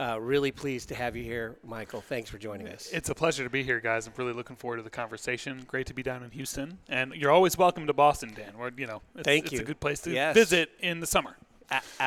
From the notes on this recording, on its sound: Recorded at Pickering Energy Partners' PEP Rally: Capital Formation